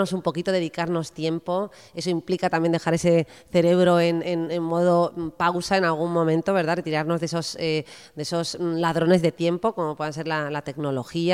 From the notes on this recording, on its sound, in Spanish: es la primera vez que el podcast "De Piel a Cabeza" se graba en directo con público